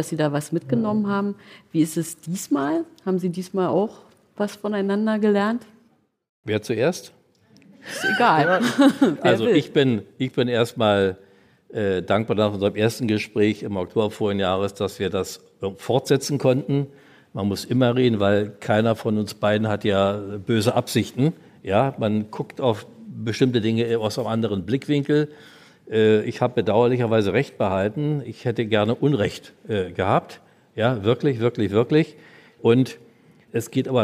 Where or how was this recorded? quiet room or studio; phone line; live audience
live audience